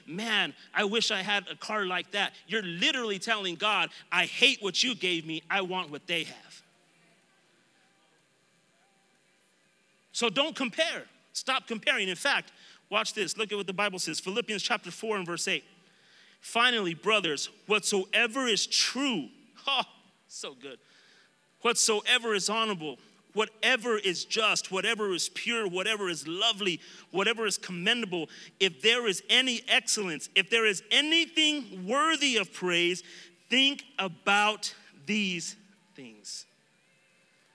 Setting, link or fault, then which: setting, live audience